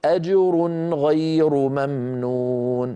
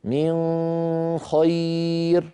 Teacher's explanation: لابد من إظهار النون عند الخاء، من خير، إخفاؤها يكون هكذا، من خير، أعيد، من خير، هذا أيضا لا يصح إلا على قراءة أبي جعفر.